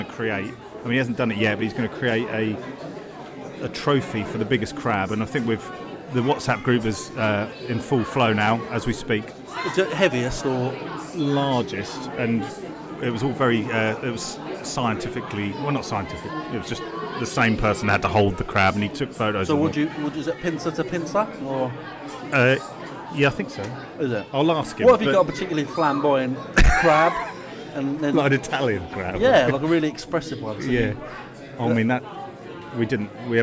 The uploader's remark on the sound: This episode was recorded in front of a live studio audience (sort of).